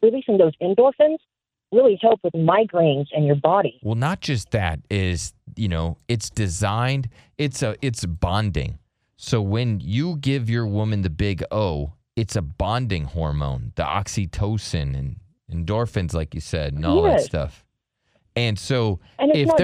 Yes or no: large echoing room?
no